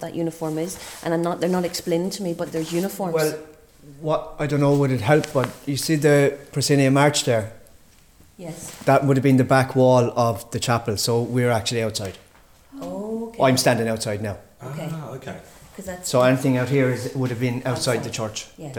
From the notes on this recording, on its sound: The White Memorial Theatre in Clonmel, which dates back to 1843. On an October night at midnight with the theatre lights turned off, five people including a Medium entered the old theatre to record this podcast.